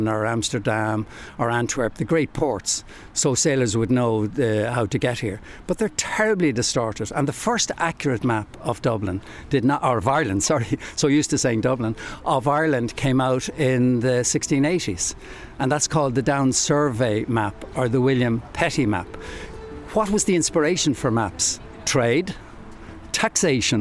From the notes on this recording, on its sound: Walking And Talking.